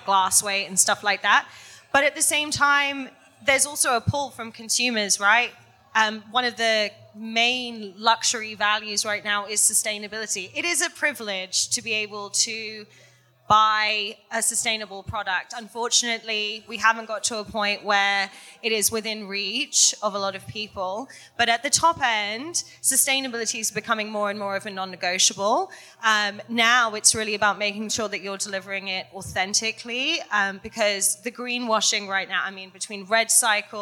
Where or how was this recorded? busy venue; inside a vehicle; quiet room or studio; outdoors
busy venue